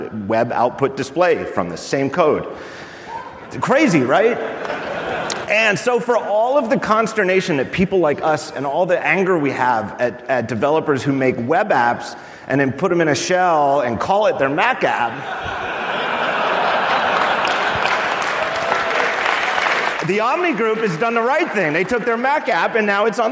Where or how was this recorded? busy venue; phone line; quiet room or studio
busy venue